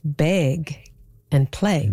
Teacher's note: among some speakers, particularly notable in Vancouver and Seattle and maybe a little bit of Portland, ags are turning into eggs, and surprisingly, A's are going down. · Term: pre-G merger